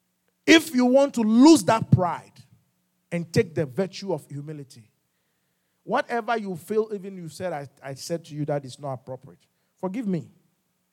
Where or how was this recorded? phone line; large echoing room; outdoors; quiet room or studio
large echoing room